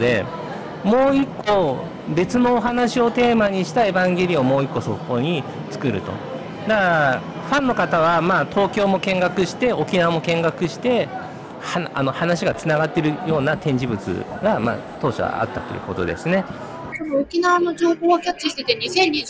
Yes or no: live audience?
yes